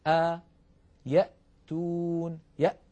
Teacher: هكذا الهمزة تخرج من أقصى الحلق